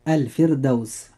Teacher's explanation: الراء فيها مرققة لأنها ساكنة وقبلها كسر أصلي وليس بعدها حرف استعلاء، ولذلك ننطق هذه الكلمة مرققة هكذا.